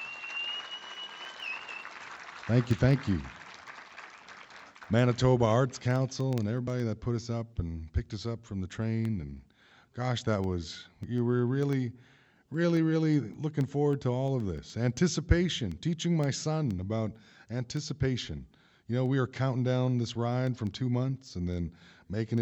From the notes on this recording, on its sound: Concert recorded live in Churchill, MB.